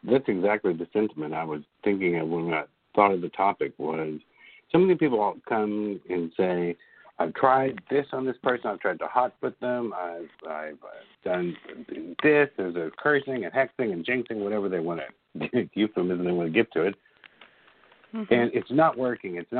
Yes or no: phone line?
yes